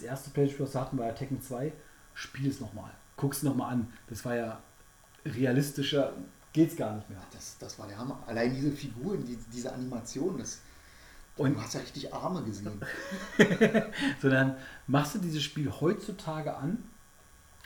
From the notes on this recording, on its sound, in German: Leider ist die Aufnahme recht leise geworden